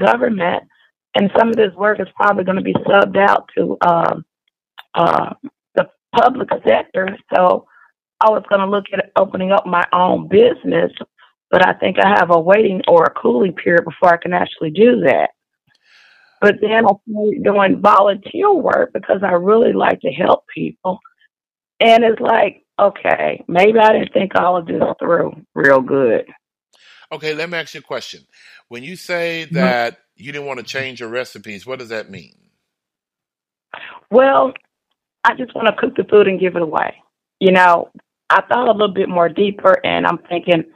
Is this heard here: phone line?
yes